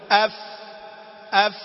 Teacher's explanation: وحرف الفاء يختلف عن الحروف الثلاثة السابقة، فإنه يخرج من أطراف الثنايا العليا مع باطن الشفة السفلى